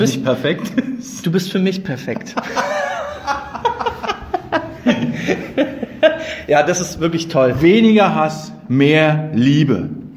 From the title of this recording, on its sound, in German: Der Livepodcast